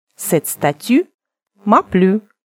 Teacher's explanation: Средняя между «у» и «ю», как в русском слове «тюль».